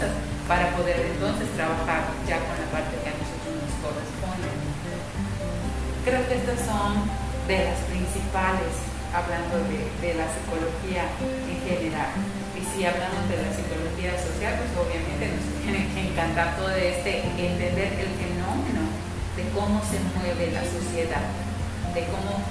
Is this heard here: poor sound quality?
yes